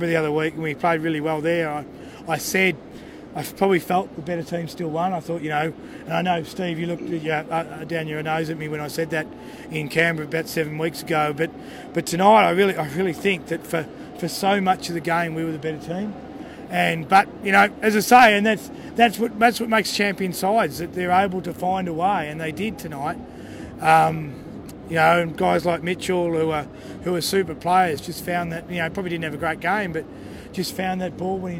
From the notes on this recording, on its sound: The Greenhouse Live was on location at Sydney Olympic Park after the 2019 Grand Final.